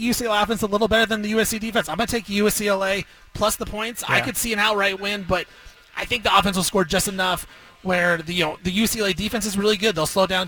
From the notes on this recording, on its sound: broadcasts live from Killer Burger in West Linn